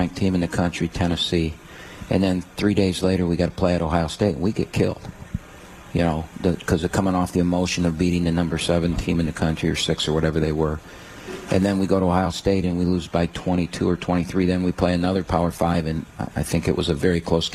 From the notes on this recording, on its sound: live from RJs Pub in Rochester Hills